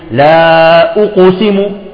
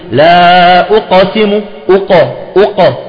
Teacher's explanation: الحرف قبل القاف، القاف هو قلقلة، الحرف الذي قبله الهمزة هو مضموم لا أو، فعندما يضم شفتيه بأقسم أو يبقي شفتيه مضمومتين وينطق بالقاف القلقلة، بقاف القلقلة، فتظهر القاف وكأن فيها رائحة الضمة · Shown in: first take